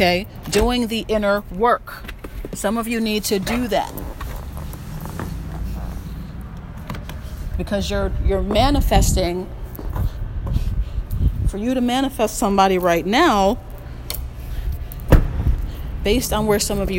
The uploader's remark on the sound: Sorry for the wind at the end.